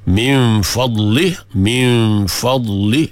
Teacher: Ramai yang macam lagu tu pun dia lepaskan, dia ada bunyi lantunan, salah lah, sebab dhat tidak bersifat dengan sifat qalqalah. · Jangan bagi ada bunyi qalqalah.